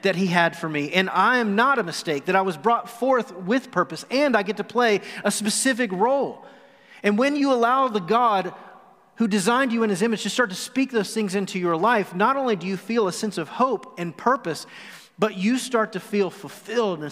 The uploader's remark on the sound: Recorded live on November 29, 2020.